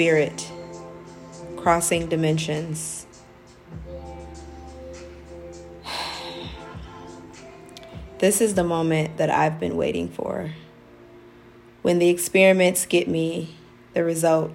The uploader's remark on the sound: I decided to record myself reading it with a song in the background that was jamming that night. The lights were dim.